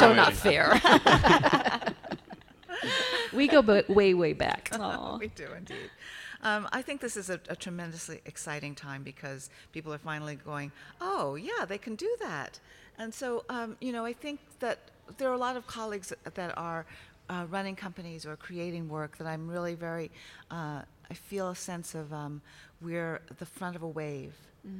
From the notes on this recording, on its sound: LIVE from The Kennedy Center. Today’s episode was recorded live at The Kennedy Center on Saturday June 1, 2019 before the matinee performance of Miami City Ballet as a part of Ballet Across America.